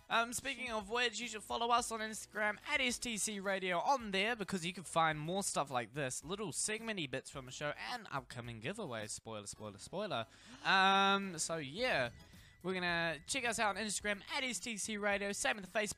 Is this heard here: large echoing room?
no